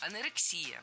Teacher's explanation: Ударение ставим на предпоследний слог, на «и».